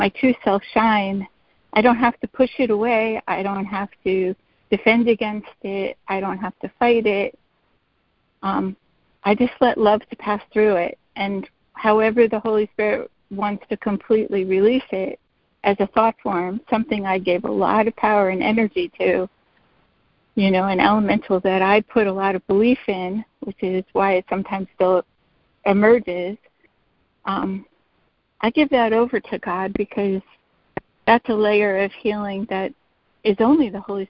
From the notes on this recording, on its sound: ACIM Daily Conference Call